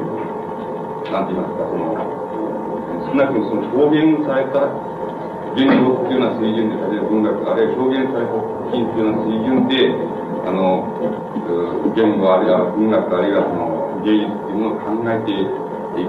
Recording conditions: background noise